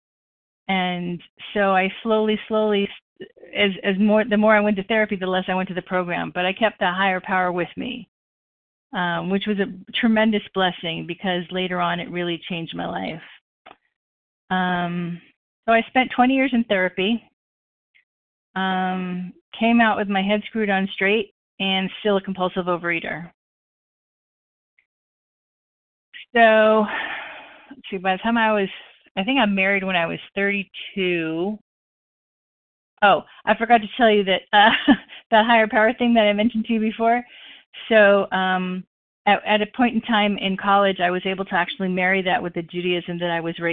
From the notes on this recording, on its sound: the 100 Pounders Phone Meeting